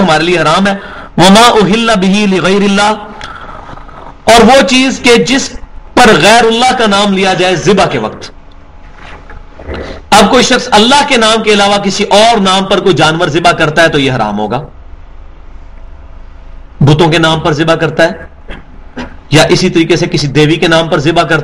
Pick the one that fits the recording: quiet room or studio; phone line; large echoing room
large echoing room